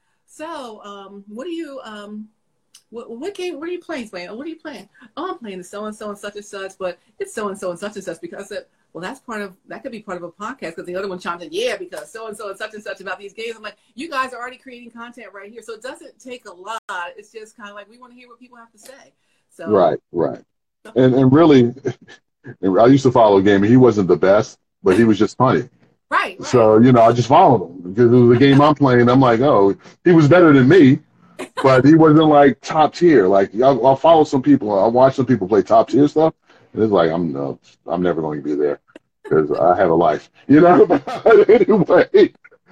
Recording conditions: video call